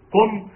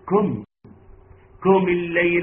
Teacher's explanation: القاف مفخمة. نعم، عشان ما تقولش ايه كم · Shown in: first take